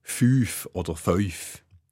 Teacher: Also der Laut N vor F oder S kommt vokalisiert. Also statt fünf sagen die meisten Schweizer fünf oder fünf. · Term: Staubsche Gesetz